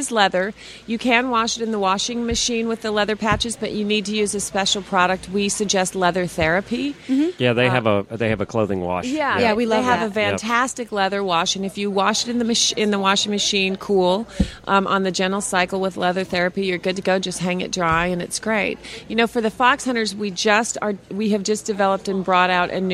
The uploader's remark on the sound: Live from AETA with a pile of guests.